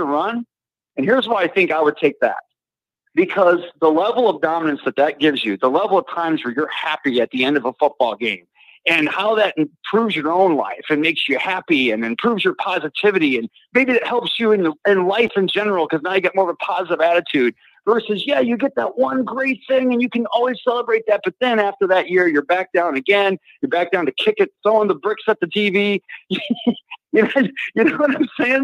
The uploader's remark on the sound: Call In/Chat LIVE